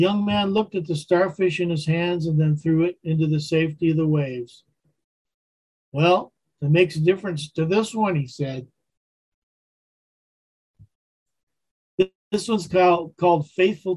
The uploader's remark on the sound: Wednesday Zoom study.